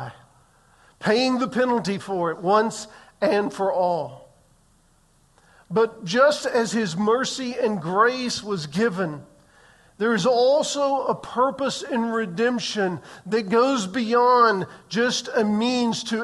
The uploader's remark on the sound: Recorded on June 18, 2023 in the 8:15 am Worship Service